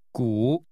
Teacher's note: The word that means ancient city is pronounced with a falling, rising tone.